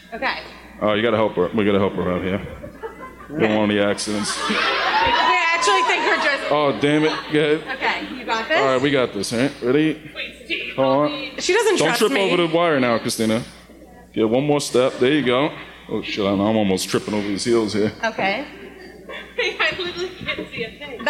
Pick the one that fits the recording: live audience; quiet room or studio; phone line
live audience